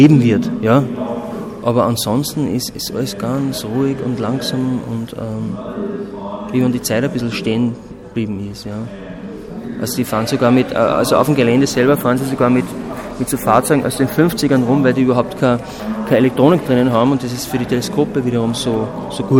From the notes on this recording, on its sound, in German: In der Sendung zu hören ist ein Ausstellungsrundgang mit den Künstlern und Kuratorinnen. An dem Nachmittag in der Landesgalerie ist neben dem Gespräch auch ein Vortrag zur Fotoserie zu hören.